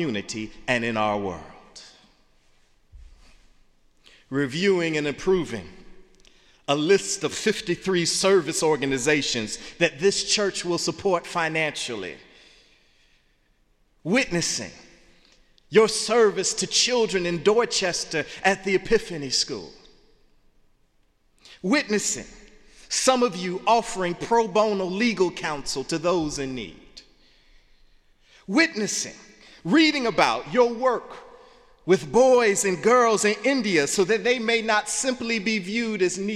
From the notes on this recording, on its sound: in the Memorial Church